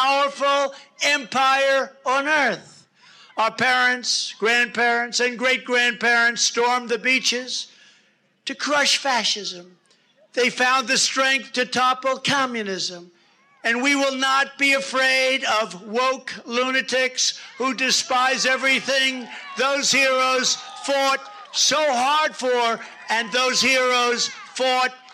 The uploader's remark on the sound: Save America Rally in Perry, GA on September 25th '21